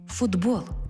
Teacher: Чому в транскрипції звук «д»? Бо глухий «т» поруч із дзвінким «б» перетворюється на дзвінкий «д» поруч із дзвінким «б». Глухий знайшов собі дзвінку пару.